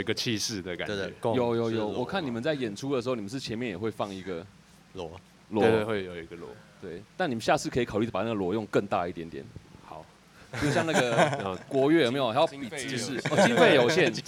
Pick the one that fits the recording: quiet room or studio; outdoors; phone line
outdoors